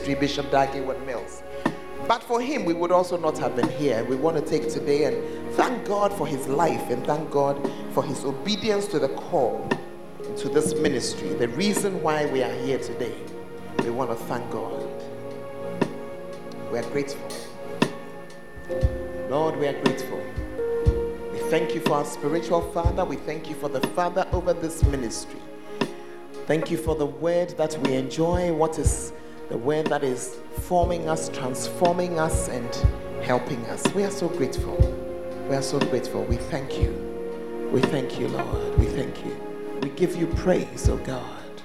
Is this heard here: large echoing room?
yes